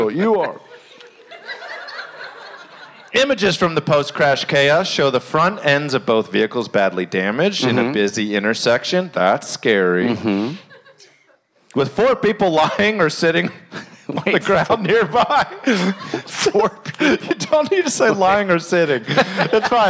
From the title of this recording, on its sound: Live From Asbury Park